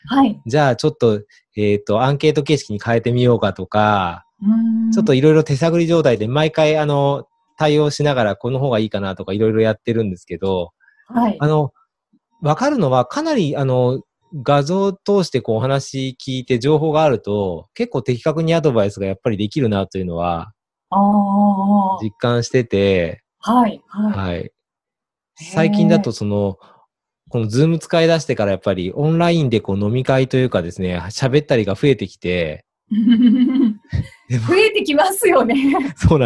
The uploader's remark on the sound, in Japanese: オンライン収録のため、通常より音声が劣りますがご了承ください